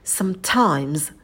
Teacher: И на «т» добавляем придыхание. Times, дифтонг I, опускаем челюсть пониже и язык немного оттягиваем назад.